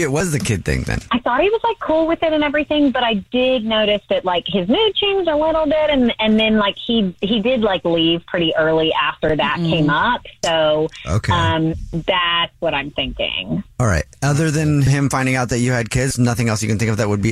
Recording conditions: phone line